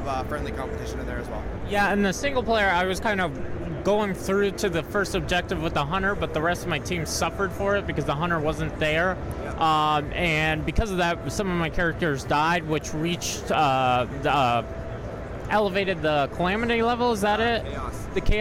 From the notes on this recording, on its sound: This is the first of many audio interviews I did while at PAX East 2017.